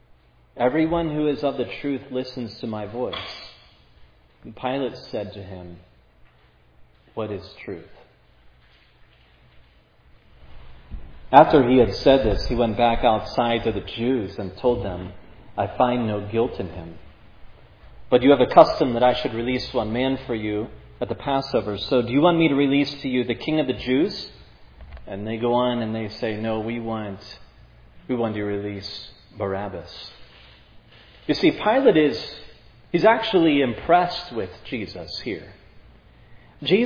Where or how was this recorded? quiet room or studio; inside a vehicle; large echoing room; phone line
large echoing room